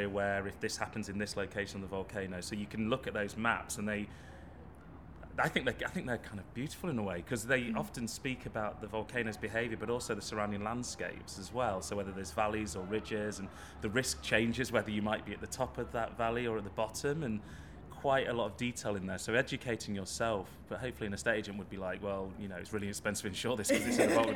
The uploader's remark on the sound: meets three vulcanologists at Cheltenham Science Festival